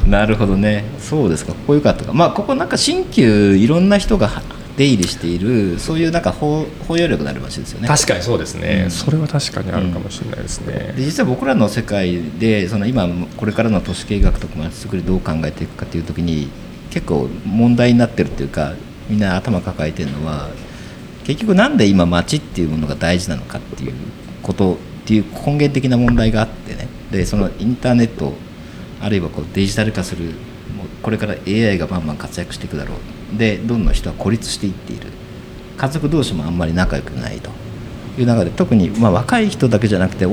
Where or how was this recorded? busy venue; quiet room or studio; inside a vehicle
busy venue